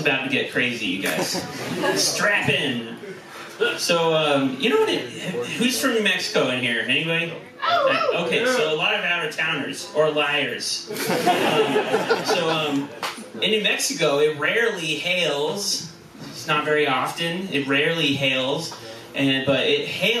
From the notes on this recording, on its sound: our recording had some issuses